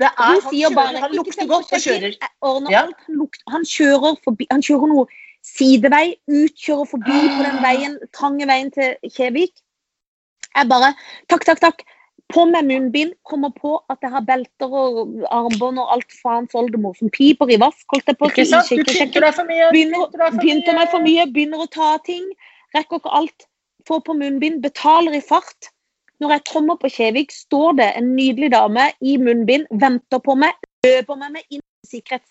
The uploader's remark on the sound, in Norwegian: Tilbake på Skype